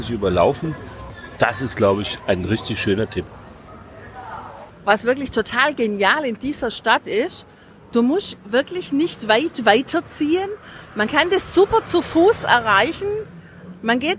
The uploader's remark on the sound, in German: Bologna. Wir sind live mit dir unterwegs im Centro storico der wunderschönen italienischen Stadt am nördlichen Apennin. Direkt vor Ort.